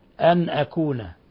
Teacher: أن أكون نون ساكنة جاء بعدها الهمزة الحكم التجويد إظهار حلقي